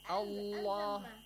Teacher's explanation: a word ends with fatha, then Allah. So Allah must be pronounced heavily.